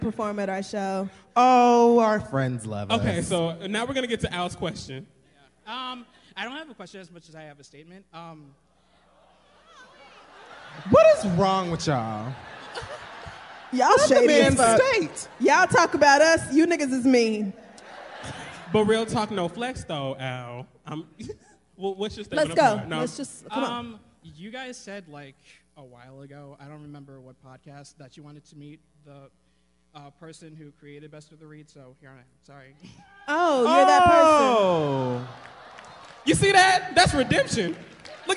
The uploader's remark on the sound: a live show from New York City